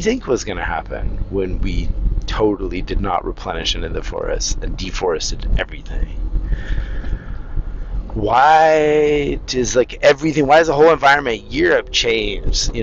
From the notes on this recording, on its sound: now I'm back to rambling in my car